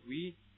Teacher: 这个缩读形式读得非常弱，你基本上听不出来这个 v